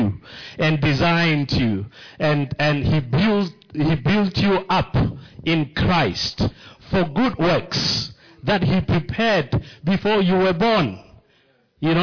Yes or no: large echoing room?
yes